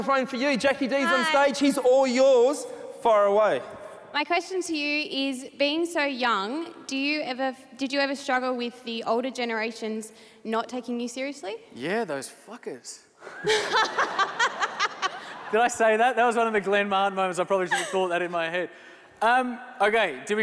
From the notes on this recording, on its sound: Recorded live at the Sydney Unconvention.